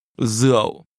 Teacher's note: This is pronounced with a low, falling, broken tone.